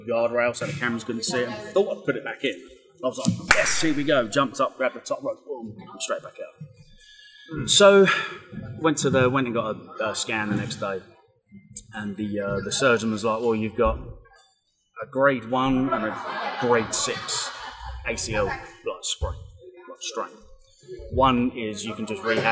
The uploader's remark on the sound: Live from Clash at Carpet City 3. We hope you enjoy our live taping.